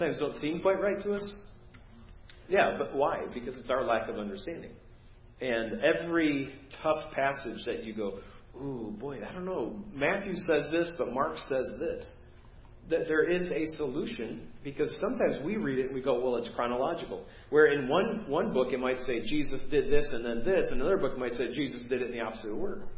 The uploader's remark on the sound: preached at First Baptist Church of Hazel Park